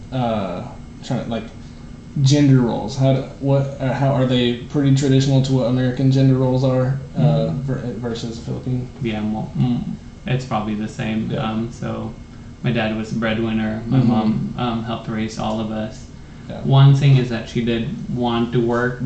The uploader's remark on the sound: Please forgive us for the audio quality in this recording. We didn't realize it until the end that the audio was being recorded from my camera's mic and not our mixer.